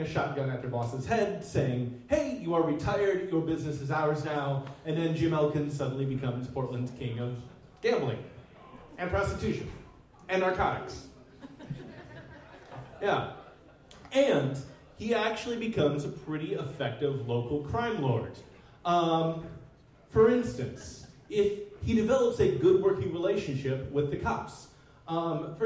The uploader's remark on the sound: Live at the Jack London